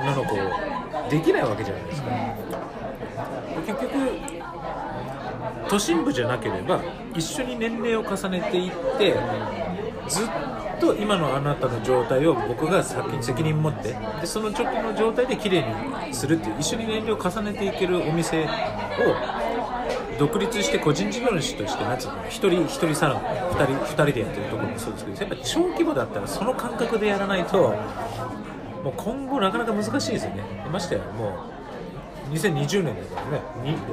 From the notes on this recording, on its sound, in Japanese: 今回、初の二人でのトークを収録！居酒屋トークを収録！マイク通してないので聞き苦しいところはごめんなさいm(__)m。